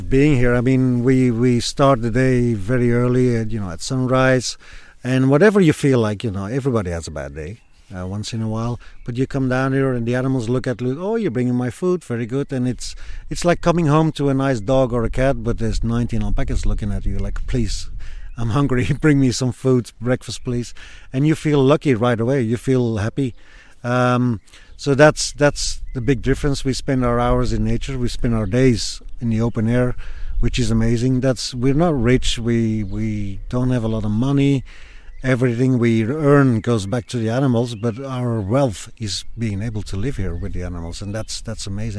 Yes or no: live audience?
no